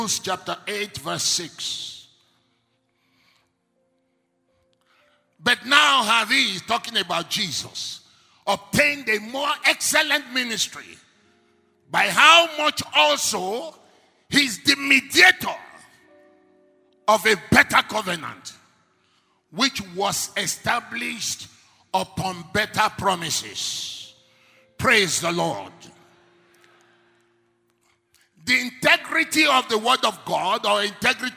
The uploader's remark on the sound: Ministering During Word Explosion Conference (13th April, 2018)